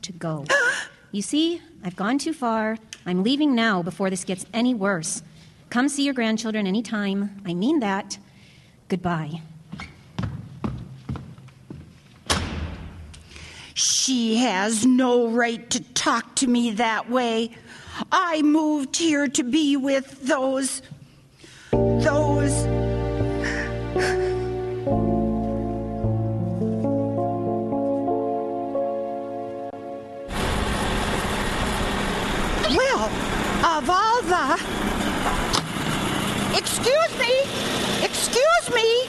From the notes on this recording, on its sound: This spooky drama was originally produced as part of a Halloween special. With original sound effects and music. Recorded before a live audience.